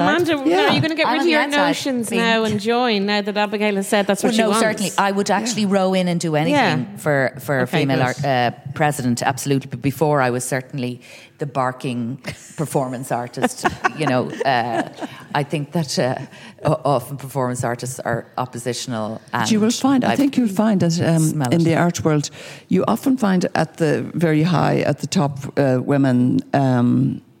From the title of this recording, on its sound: The Women’s Podcast at The National Gallery